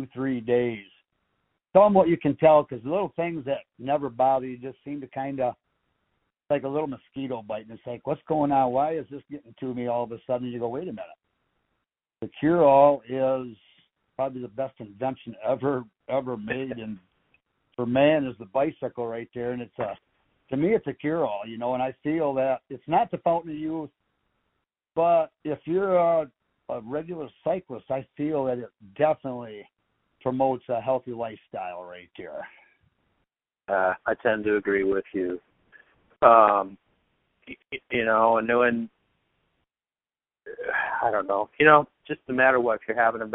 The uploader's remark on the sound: a phone conversation